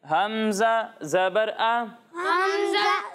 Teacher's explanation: جب ہم حمزہ کی ادائیگی کریں گے تو اسے حلق کے نچلے حصے سے پڑھیں گے